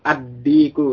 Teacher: lamnya masuk ke dal. Karena dal termasuk yang syamsiyah.